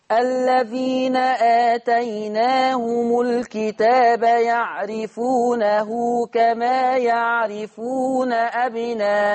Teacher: قصرت البدل وأشبعت المتصل لورش · Term: قصر البدر